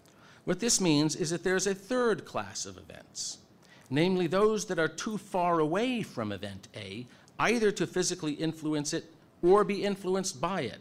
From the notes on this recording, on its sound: At Franciscan University. Speaks before a full house at the Science and Faith conference.